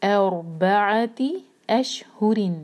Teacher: را ہیوی ہوگا کیونکہ را ساکن سے پہلے الف پر فتحہ ہے